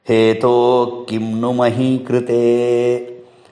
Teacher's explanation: Normally, visarga followed by ka, ki, ke, ko, etc. Visarga is not pronounced.